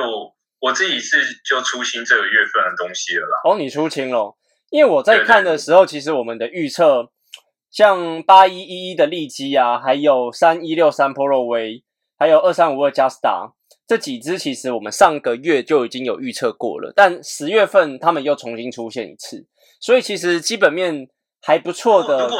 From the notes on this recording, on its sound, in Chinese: 我們這次用遠端來錄音。音質聽起來不是很優。